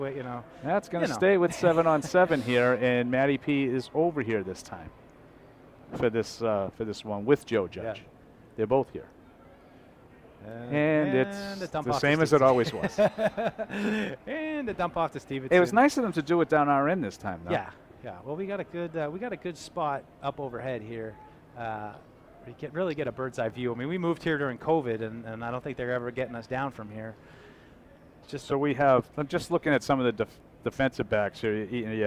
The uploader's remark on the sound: Live from Day 1 of Training Camp. Broadcast live from Patriots Training Camp.